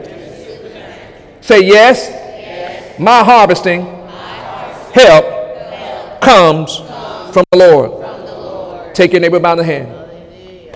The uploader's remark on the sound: During Sunday morning service on November 26, 2017